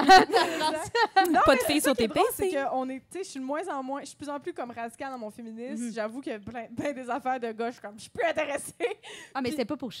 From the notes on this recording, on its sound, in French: Enregistré devant public au Café Tuyo à Montréal.